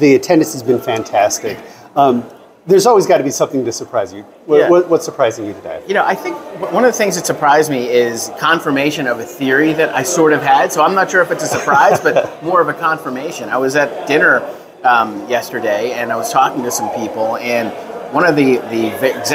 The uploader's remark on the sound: live at their Cvent Connect conference in Las Vegas